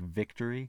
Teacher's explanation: but somebody else is like that's a really strange sound to say or also uh, for um, spanish speakers learning english um, making a, a hard v sound like victory or something like that yeah. is like making that v sound is really weird because you're like scraping your teeth over your bottom lip and it's like it's hard.